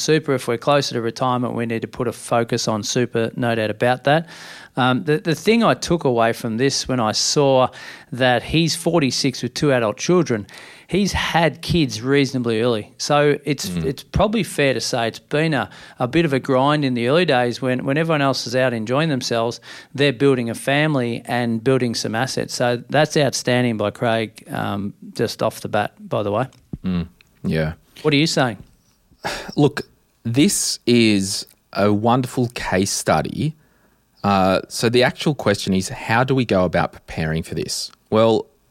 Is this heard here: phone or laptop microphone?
no